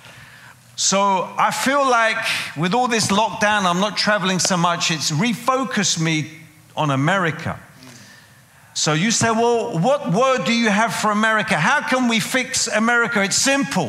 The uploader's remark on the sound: preaching at a CCF Ministries in Lowell